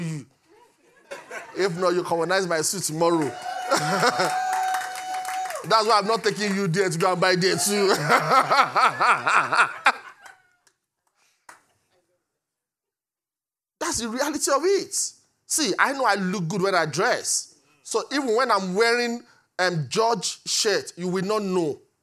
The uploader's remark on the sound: Recorded live at Great Light Connections, Canary Wharf Campus.